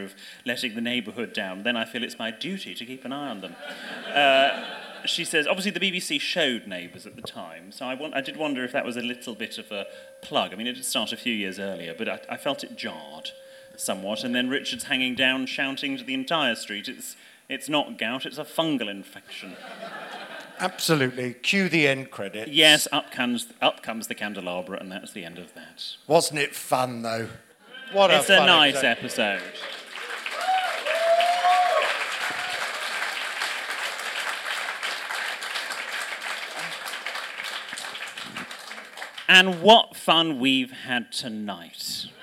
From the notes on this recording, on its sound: Recorded live in London in November 2023. There's a spurious attempt at a Hyacinth impression from an audience member.